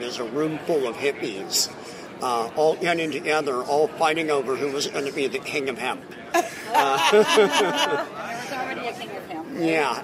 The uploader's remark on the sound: HIA 25th Conference. We set up a table in the Vape Lounge outside ( yes people the Hilton rocks) and had a blast.